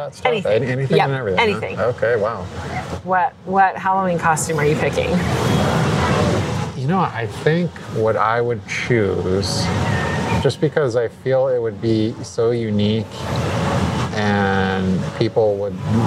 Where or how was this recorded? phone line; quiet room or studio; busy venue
busy venue